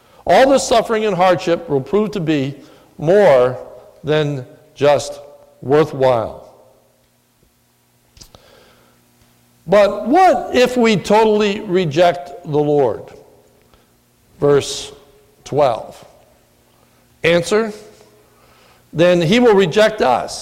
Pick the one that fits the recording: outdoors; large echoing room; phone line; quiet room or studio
large echoing room